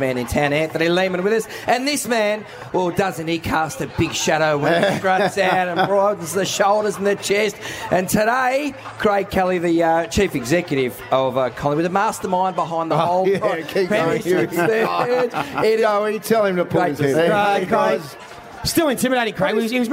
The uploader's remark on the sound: Grand Final Day live from The G. Live from the Triple MCG.